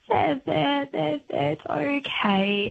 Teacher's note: You're using pitch variation. You're going from high to low.